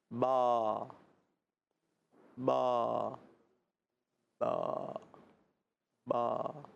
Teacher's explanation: दोनों होठों के बीच से अदा होता है